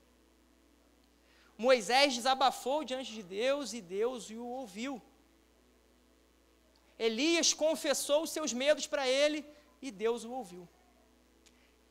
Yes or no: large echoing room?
yes